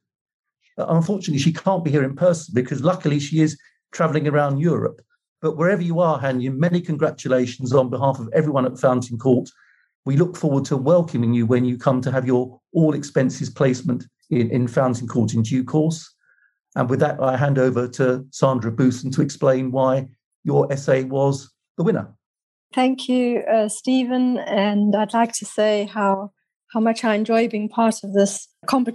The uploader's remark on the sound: Is a recording of a virtual panel discussion hosted in November 2021.